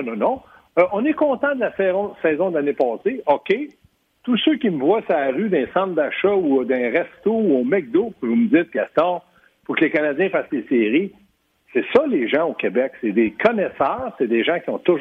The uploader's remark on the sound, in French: au bout du fil